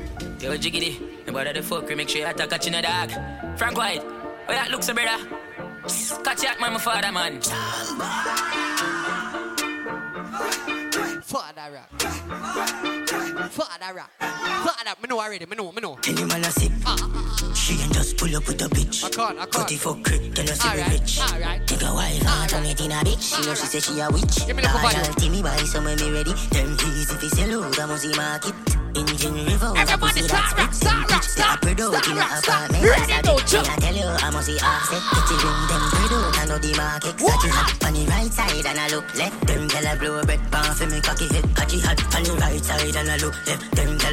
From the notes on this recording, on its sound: LIVE AUDIO SET FROM ISLAND BREAKOUT KAVOS 2023